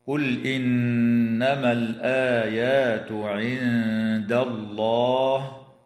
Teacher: بلام الفعل، وحكمها هنا الإظهار، وتغن النون المشددة من كلمة إنما، وتخفى النون الساكنة عند الدال مع الغنة مرققة في كلمة عند